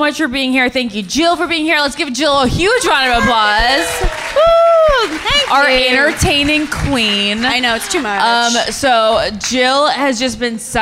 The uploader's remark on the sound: live at Audrey's Coffee House and Lounge in Rhode Island